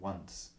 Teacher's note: Dieses Once geht eher ins A. Also nicht ein Once, sondern ein Once.